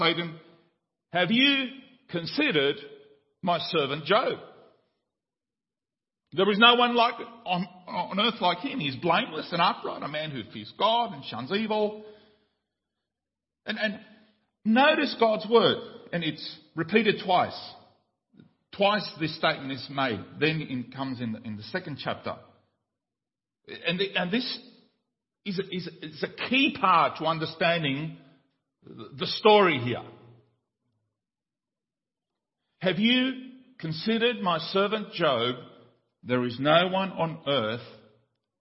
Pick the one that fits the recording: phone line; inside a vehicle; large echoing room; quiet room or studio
large echoing room